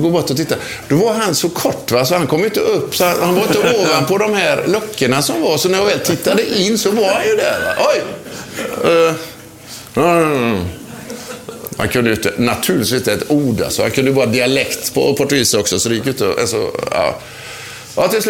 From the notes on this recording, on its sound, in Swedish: Inspelningen ägde rum inför publik på resturangbåten Nordens Ljus som ligger förtöjd i Karlbergskanalen i Stockholm.